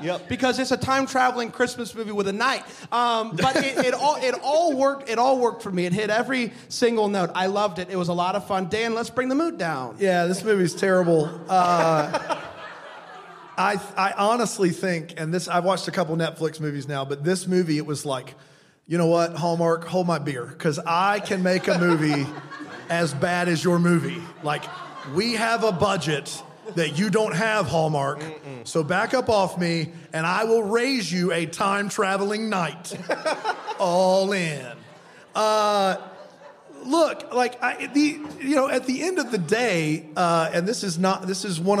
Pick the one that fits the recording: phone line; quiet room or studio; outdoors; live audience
live audience